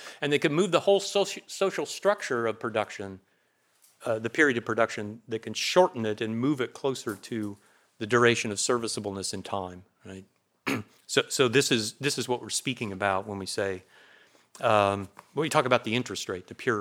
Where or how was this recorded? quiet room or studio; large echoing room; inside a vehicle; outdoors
large echoing room